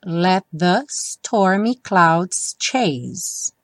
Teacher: Let the stormy clouds chase. Let the, os T do let não tem som, então vai direto pro the